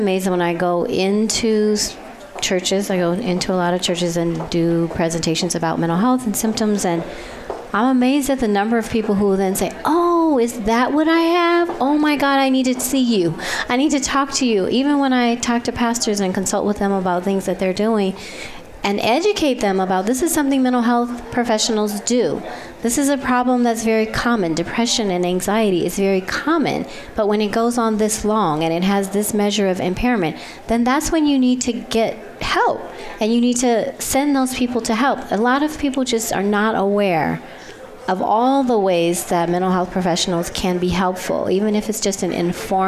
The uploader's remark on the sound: Broadcast Live from The 15th Annual Cesar Chavez Conference.